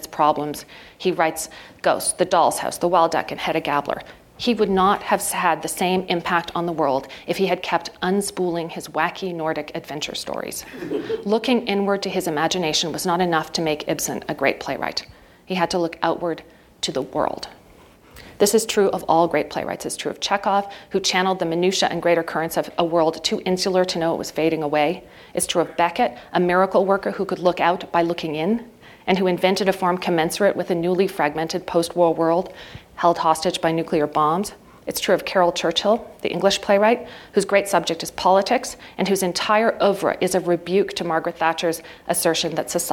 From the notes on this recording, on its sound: PlayWorks Ink keynote address